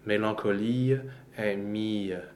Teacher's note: the schwa almost becomes a release of the previous vowel. · Term: very short schwas